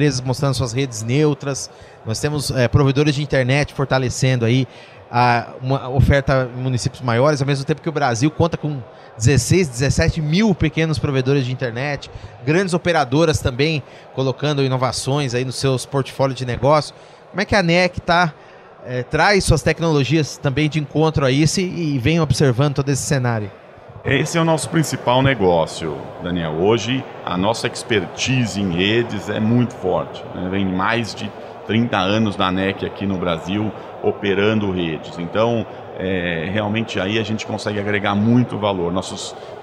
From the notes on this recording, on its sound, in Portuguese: gravada no Futurecom 2023